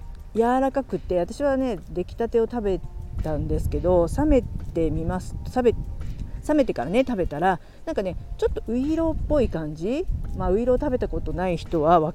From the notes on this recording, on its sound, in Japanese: 寒い中、公園で収録できましたー笑。子供達を遊ばせてた公園でラジオ収録する日が来るとはー。散歩しながら収録楽しかったです。雑音はすみません。